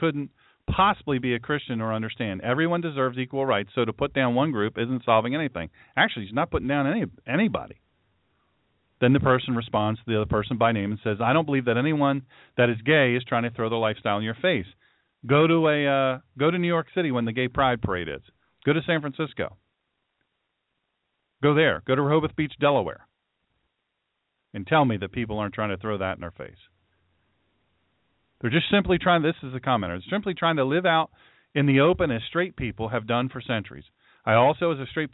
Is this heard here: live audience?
no